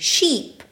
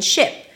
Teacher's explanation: the tense E as in sheep and the relaxed I as in ship